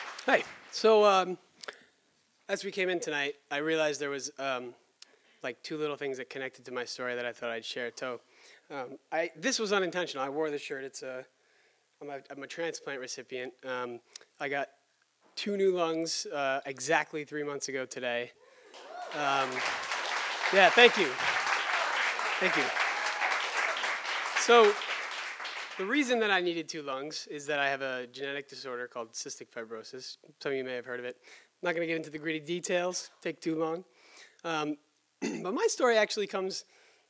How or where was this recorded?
live audience